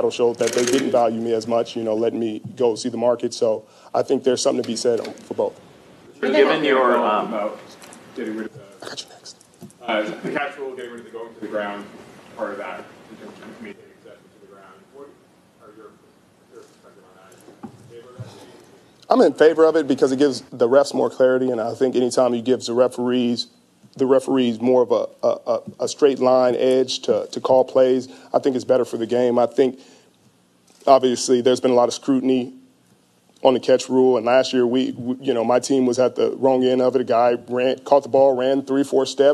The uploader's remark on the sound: introductory press conference with the San Francisco 49ers